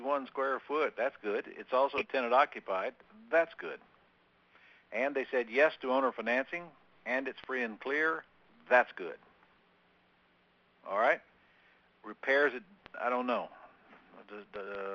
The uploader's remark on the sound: 11-10-2014 Q&A Call.